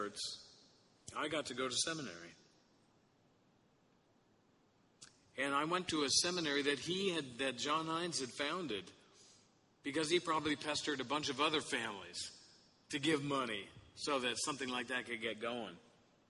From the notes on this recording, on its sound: Sermon Audio from the Sixteenth Sunday after Pentecost service at St. Francis Episcopal Church.